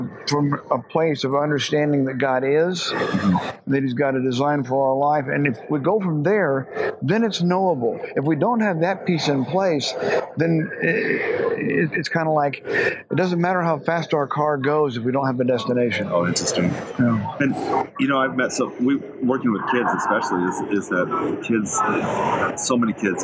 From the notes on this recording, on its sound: We recorded this podcast this past September while attending American Association of Christian Counselors (AACC.net) conference in Nashville. The sound isn’t great.